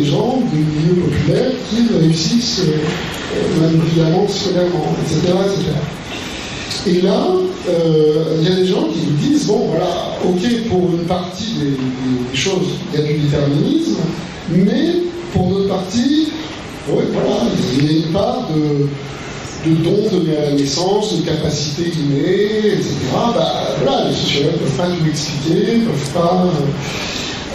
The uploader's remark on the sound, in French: Version audio de la conférence. À Aix-Marseille Université, Campus Schuman.